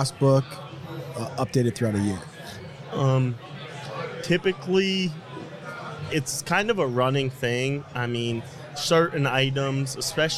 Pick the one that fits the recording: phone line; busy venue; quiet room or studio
busy venue